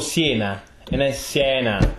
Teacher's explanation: the vowels are closed up north, especially the E's are closed.